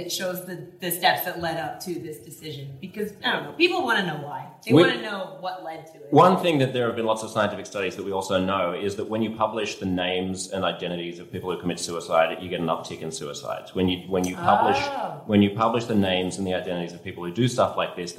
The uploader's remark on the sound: On a summer night in Brooklyn in 2015. Lit up a dive bar, guzzling cocktails and bantering about the news.